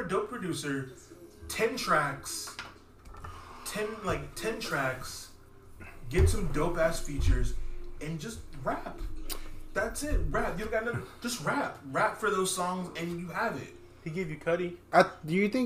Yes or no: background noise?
yes